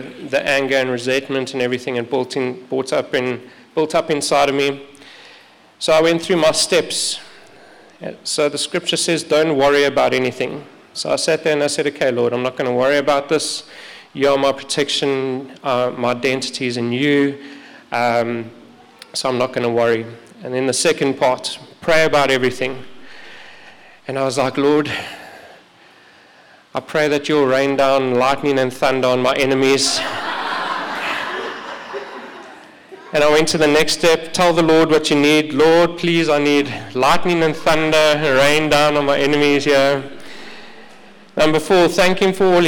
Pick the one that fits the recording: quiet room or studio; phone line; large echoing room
large echoing room